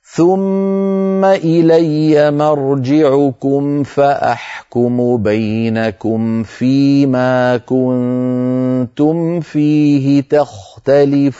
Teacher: فينتقل من ميم ساكنة بإطباق الشفتين إلى وضع أطراف أسنانه العليا على باطن الشفة السفلى وهو مخرج الفاء · Term: ميم ساكنة بعدها فاء